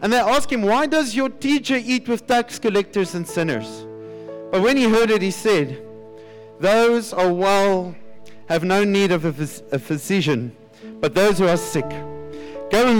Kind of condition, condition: setting, large echoing room